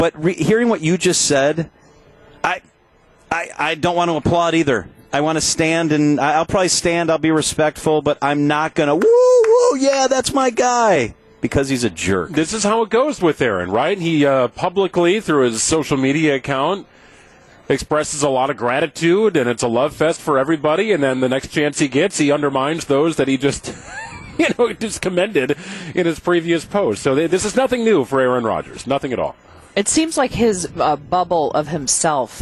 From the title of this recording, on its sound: Live From MECCA Sports Bar & Grill